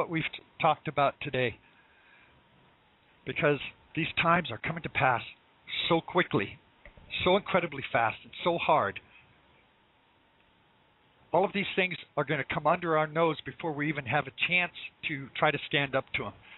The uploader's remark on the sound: LIVE CALL